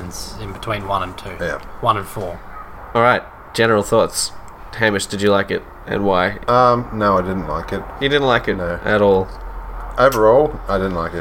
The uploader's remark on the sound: Listen to the soothing sounds of suburban Brisbane as the the gang record this weeks episode outside!